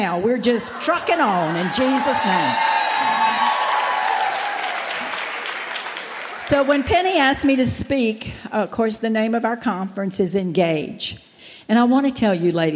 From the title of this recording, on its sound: General Session, Flourish 2023